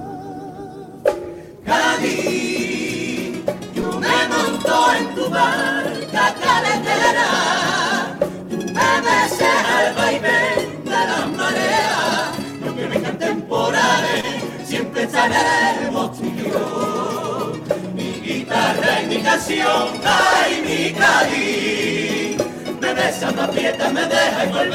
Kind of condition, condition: setting, live audience